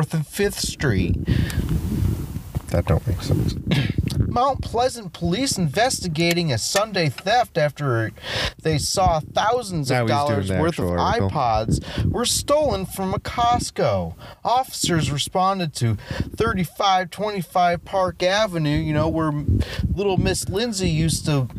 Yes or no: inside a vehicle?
yes